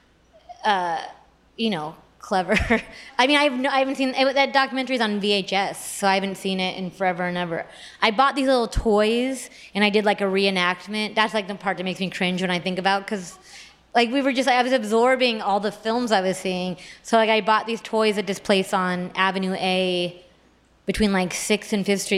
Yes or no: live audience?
yes